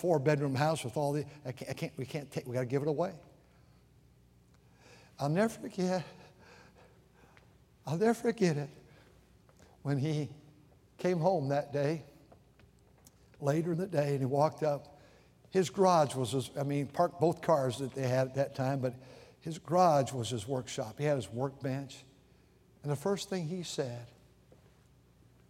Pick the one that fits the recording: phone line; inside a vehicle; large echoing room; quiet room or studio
large echoing room